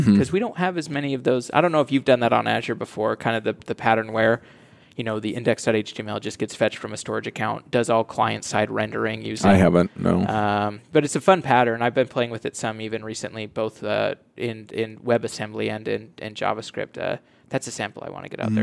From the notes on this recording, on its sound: LIVE at Microsoft BUILD. Coming to you live from the podcast booth at Microsoft BUILD.